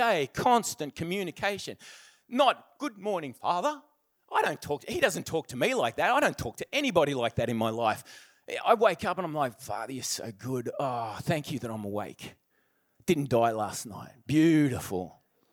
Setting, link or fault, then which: setting, large echoing room